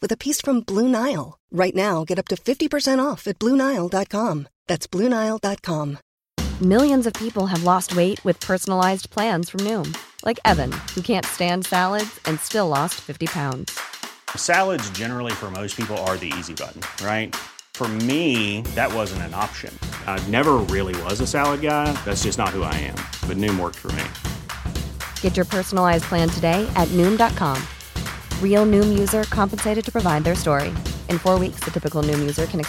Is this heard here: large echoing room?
no